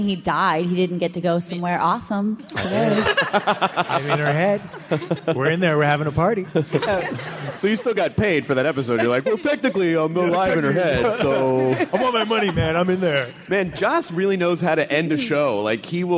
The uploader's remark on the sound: Was recorded at the nerdtastical C2E2 in Chicago. PILES of thanks to ReedPop for allowing us to record and share this with the masses!!!